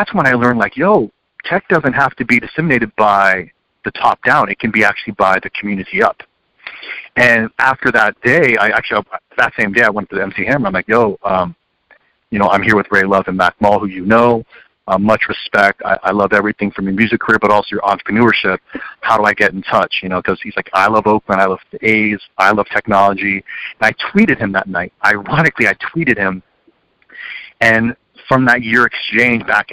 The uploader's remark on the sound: You're listening to KALX Berkeley, 90.7 FM, University of California and listener-supported radio. Coming at you from the Public Affairs department here at KALX. On the phone.